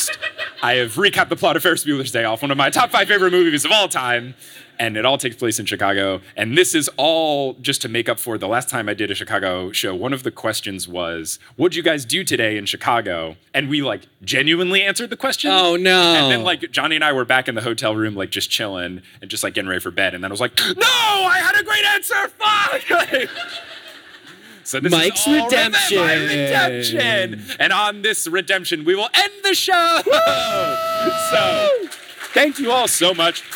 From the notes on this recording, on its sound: LIVE in Chicago! Live from Chicago on 6/19/22.